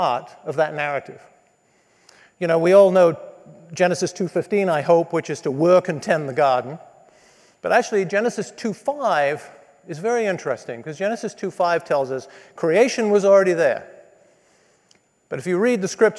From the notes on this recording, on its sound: spoke to business students at the Believers in Business MBA Conference at Redeemer Presbyterian Church in New York City